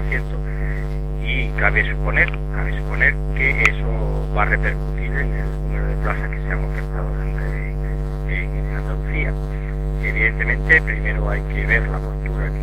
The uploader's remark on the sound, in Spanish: Pedimos disculpas por la calidad mejorable del sonido.